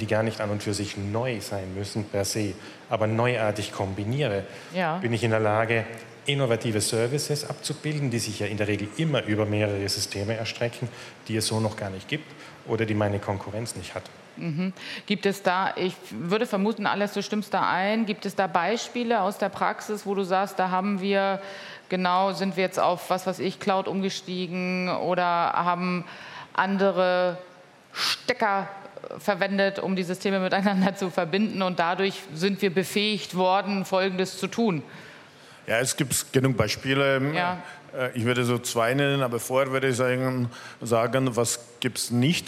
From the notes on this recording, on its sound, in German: live auf der Deep Dive Stage der K5 Konferenz 2023